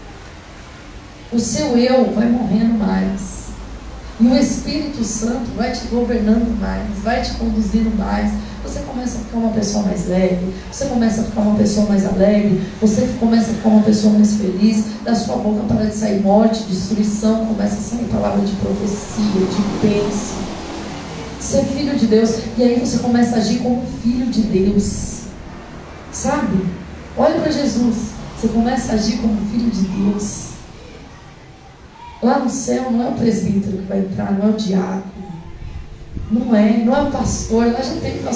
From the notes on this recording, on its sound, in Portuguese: Culto gravado no dia 29/10/2023 na Igreja Desfrutar do Amor de Deus em São Paulo. CampoLimpo.